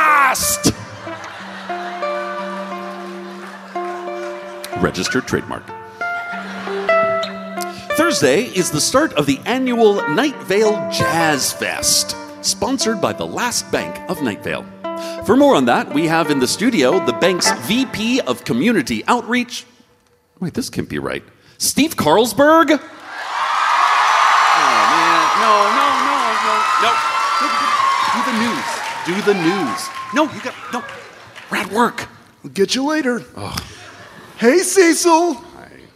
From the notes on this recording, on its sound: An excerpt from our latest live show recording.